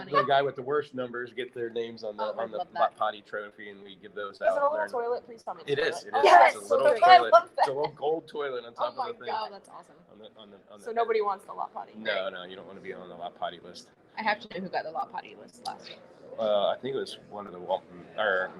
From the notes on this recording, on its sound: Broadcasting live from Used Car Week 2023 in Scottsdale, Arizona. Special live episode from Used Car Week 2023.